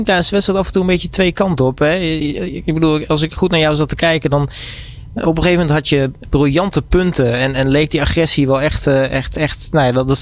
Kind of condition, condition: setting, busy venue